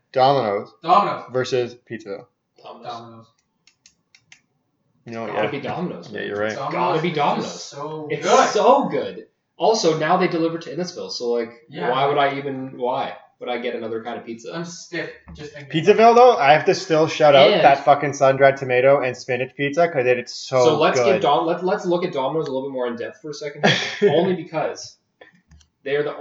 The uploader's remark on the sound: Audio warning - I really fucked this one up, listen if you want, sounds like ass the whole way through.